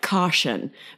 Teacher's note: T sometimes becomes TH or SH, like caution becomes a SH when it's really T-I-O-N